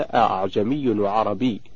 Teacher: تقرأ بالتسهيل أي بتسهيل الهمزة الثانية بينها وبين الألف وجها واحدا فقط لا يجوز له غيره.